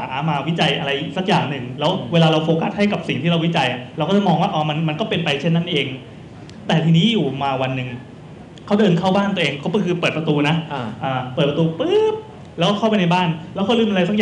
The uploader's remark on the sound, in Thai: Live in TK Park. เป็นเทปบันทึกการ Live on Stage ครั้งแรก. จากงาน ' PodTalk' มหกรรมชุมนุมคนทำรายการ Podcast ชาวไทยที่ผ่านมา.